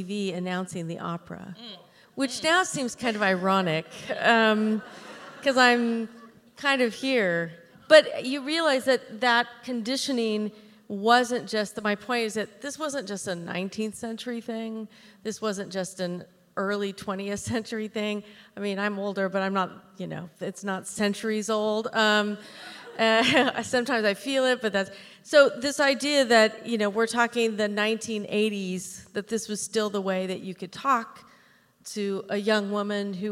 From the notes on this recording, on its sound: This conversation was recorded in front of a live audience. Part of the County-wide Eurydice Found festival.